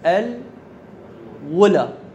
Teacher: فننقل حركة همزة أولى إلى اللام الساكنة السابقة، ثم نحذف الهمزة. · Term: ننقل حركة الهمزة